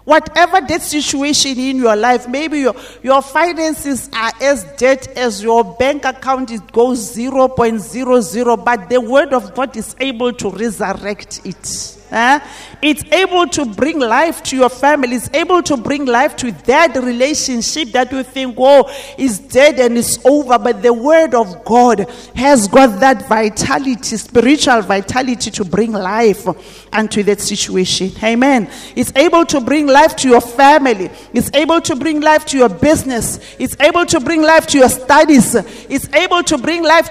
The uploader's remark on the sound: at GTCFC City Campus at the morning service